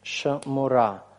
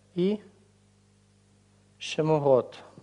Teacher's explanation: И вот этот вот камец, оказавшись далеко от ударения, редуцируется до шева.